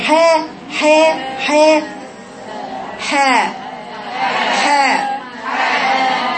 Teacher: انت فكك السفلي اللي نازل بتاع الكسر، ولذلك بتقرأيها بإمالة